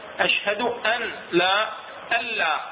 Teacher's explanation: ماكو غنة، ماكو مخرج الحرف اللي هو النون الساكنة، ما هي ولا صفة الغنة، فسموه إدغام كامل.